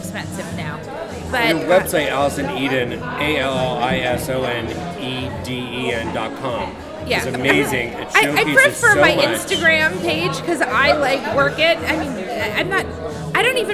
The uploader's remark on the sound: Live at the Phillips Collection